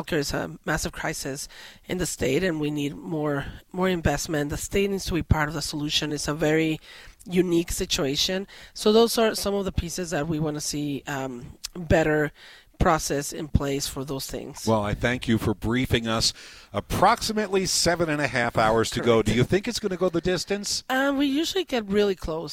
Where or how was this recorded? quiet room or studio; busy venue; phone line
busy venue